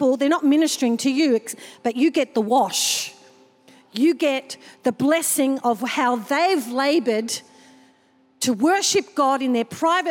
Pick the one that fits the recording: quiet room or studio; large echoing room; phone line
large echoing room